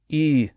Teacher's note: if you say E and round your lips like you're making an oo sound, you get this in-between e sound